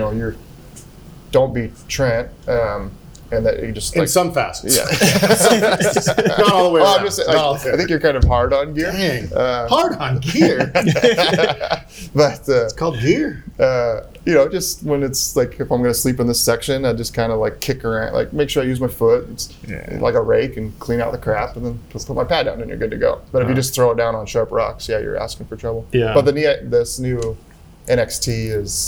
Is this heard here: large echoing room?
no